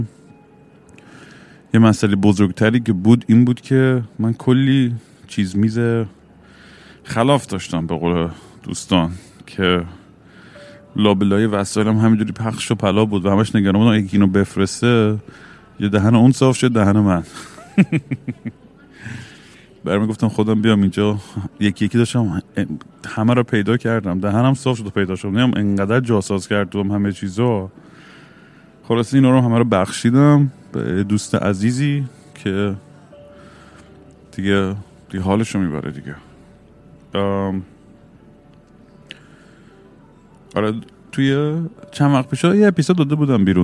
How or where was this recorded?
busy venue